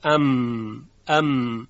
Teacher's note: همین حالت در میم هم رخ میده، منتها صدا کاملا حبس بشه، صدا برگشت پیدا میکنه و از خیشوم خارج میشه و میبینیم که صدای غنه میم ایجاد میشه